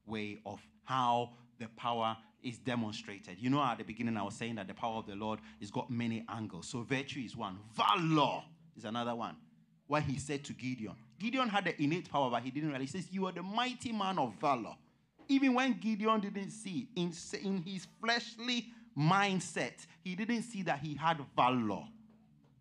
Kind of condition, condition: setting, large echoing room